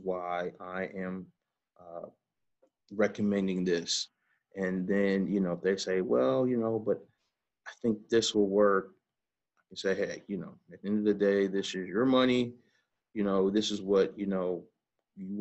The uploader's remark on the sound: Quarantine Edition. Conduct a zoom call.